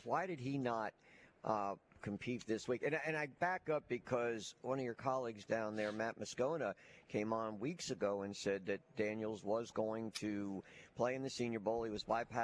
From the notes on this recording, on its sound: live from the Senior Bowl on a Thursday edition